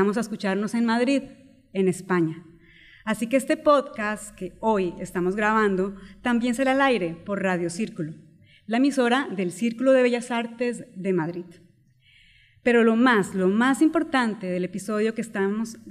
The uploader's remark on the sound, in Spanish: EPISODIO grabado con audiencia en vivo